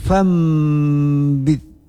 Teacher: nun mati bertemu dengan ba, yaitu dengan iqlab, yaitu membalikkan nun ke huruf mim lafat. Nun mati menjadi mim mati.